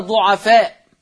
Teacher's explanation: ضعفاء مد متصل مقداره الإشباع قولا واحدا